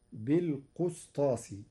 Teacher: قرأ ورش كلمة بالقسطاس بضم القاف